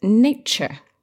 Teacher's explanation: all these words have that same sound where the T becomes a little bit like a ch sound